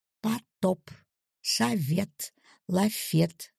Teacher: В предударном, заударном и в предпредударном. О и А в предударном слоге произносятся одинаково, как А.